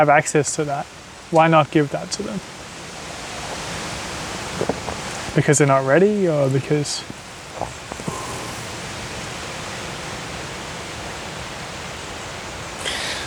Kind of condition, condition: fault, sounds in the background